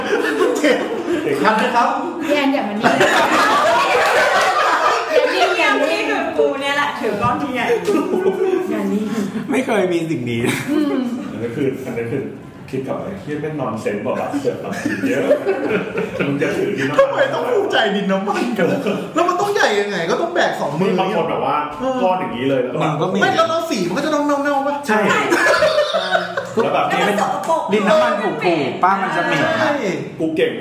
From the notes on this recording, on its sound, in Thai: ทีมเสาเสาเสาและเหล่ามิตรสหายนัดเจอกันแบบนานๆ ที ไหนๆ ก็ไหนๆ แล้ว ระหว่างบทสนทนา เราก็กดอัดเสียงไว้. ไม่ตัดเสียงรบกวนด้วย.